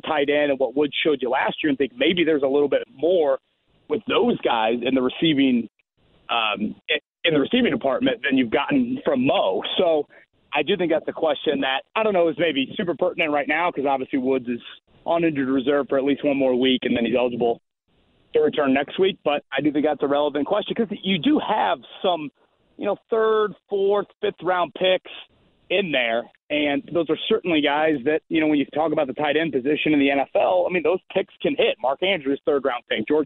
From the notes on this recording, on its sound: He also answers some questions from listeners online. Some more phone calls from listeners.